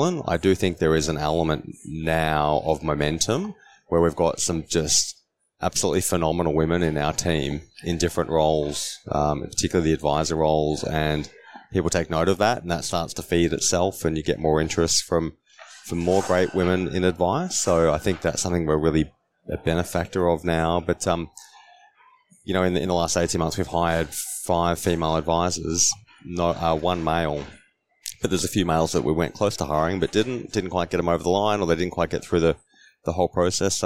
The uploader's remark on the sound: this was recorded at the FAAA Congress 2023.